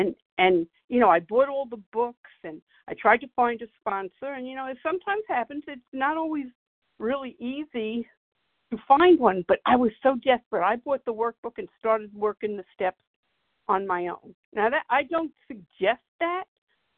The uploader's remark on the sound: from the 100 Pounders Phone Meeting, 1/31/24.